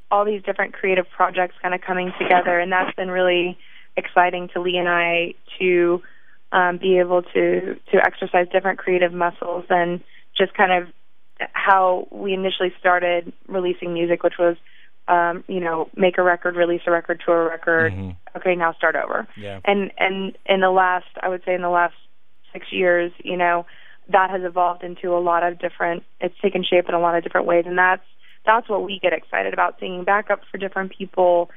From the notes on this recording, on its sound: Grabbed some time over the phone.